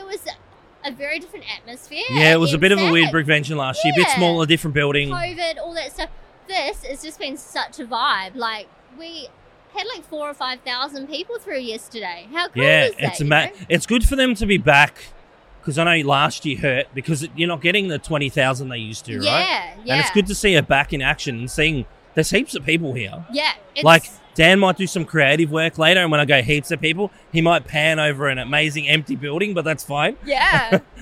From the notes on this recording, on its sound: Filming live on location at Brickvention 2023.